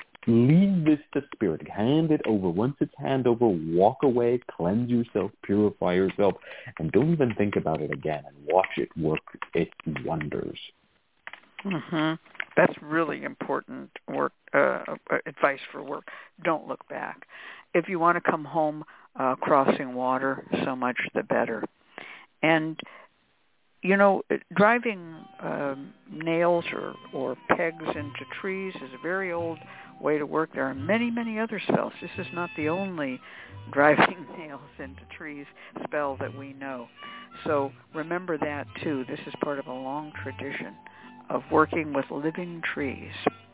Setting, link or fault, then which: link, phone line